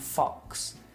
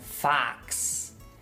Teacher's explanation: Debería mencionar que estos sonidos son de pronunciación británico. Los americanos, los estadounidenses usan sonidos un poquito diferente. El primer sonido es más como una A · Shown in: second take · entonces no dirían fox, dirían fax. · IPA: ɒ